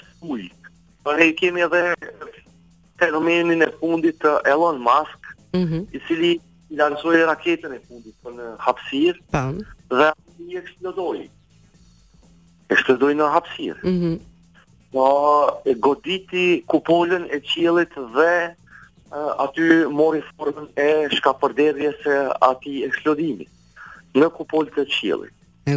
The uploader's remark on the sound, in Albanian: I ftuar nëpërmjet një lidhje telefonike për “Live From Tirana”